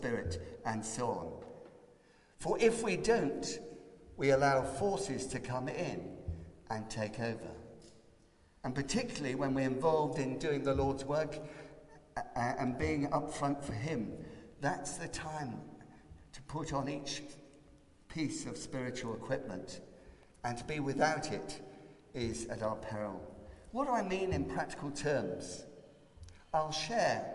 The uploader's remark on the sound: Christ Church, Bayston Hill (UK)